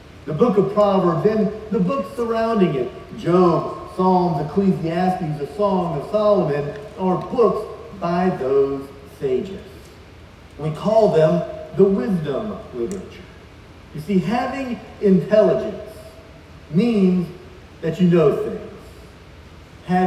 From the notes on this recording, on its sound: Please forgive the audio quality as we had some issues with the livestream.